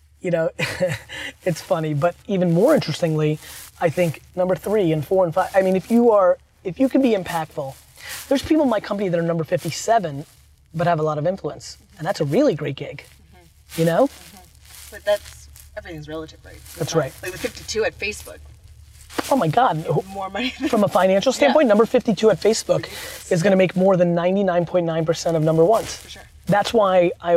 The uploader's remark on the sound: Car Ride Conversation. Takes a ride with me to have our meeting.